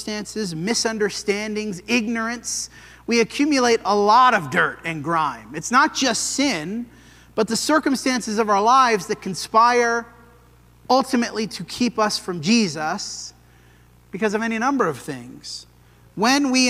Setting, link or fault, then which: setting, large echoing room